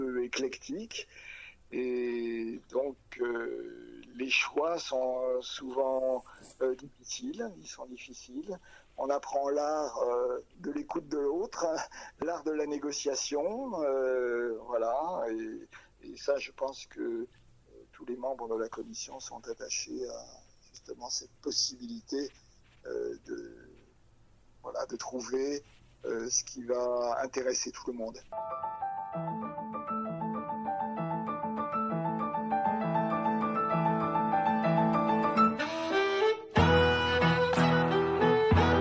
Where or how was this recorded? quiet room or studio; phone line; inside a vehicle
phone line